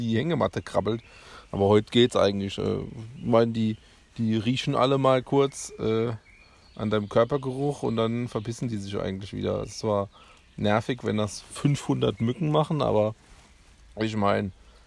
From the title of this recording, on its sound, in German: Live und entspannt aus der Hängematte